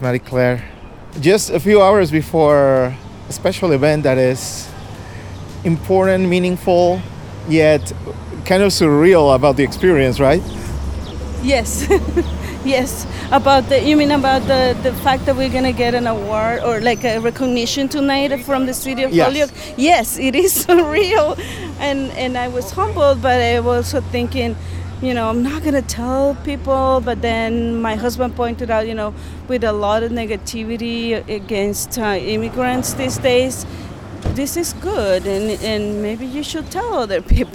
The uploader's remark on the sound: Conversation recorded in the streets of Downtown Holyoke.